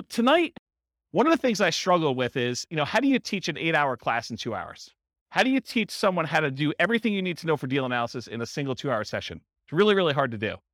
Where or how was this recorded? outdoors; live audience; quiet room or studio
live audience